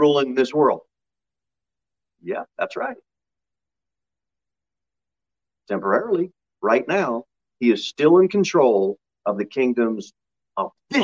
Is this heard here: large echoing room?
yes